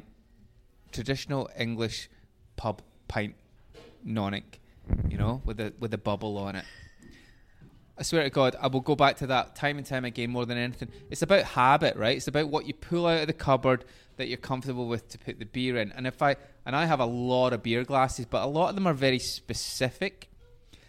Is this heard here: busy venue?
yes